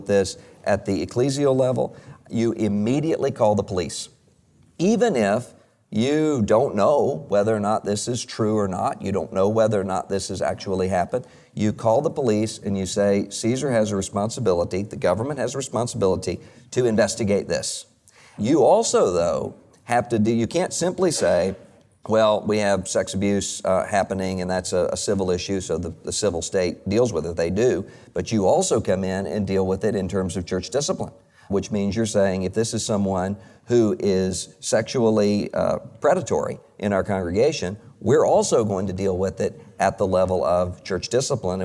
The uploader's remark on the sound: This question was answered live at the ERLC Summit.